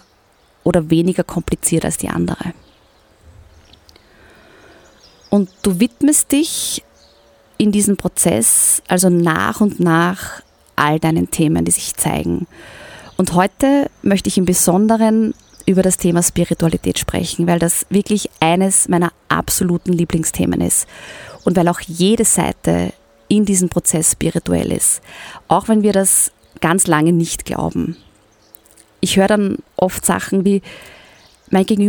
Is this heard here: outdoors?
yes